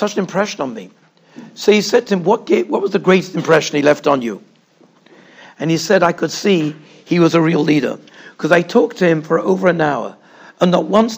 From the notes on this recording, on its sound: Shiur recorded in Yeshivas Ohr Reuven, Monsey, NY